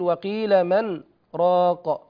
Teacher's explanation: أيضا يستثنى من الإدغام، من حكم الإدغام بالنسبة للحفص، يستثنى منه قوله سبحانه وقيل من راق، فهنا حفص يسكت على النون سكتة لطيفة من غير تنفس، والسكت يمنع الإدغام